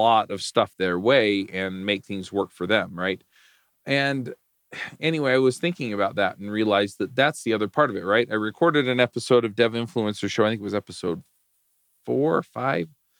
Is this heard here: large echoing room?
no